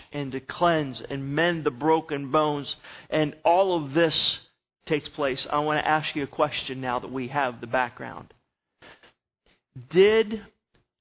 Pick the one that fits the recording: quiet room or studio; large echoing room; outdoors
large echoing room